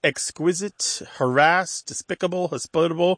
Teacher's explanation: they're all moving that pronunciation, that stress in the pronunciation, to the second syllable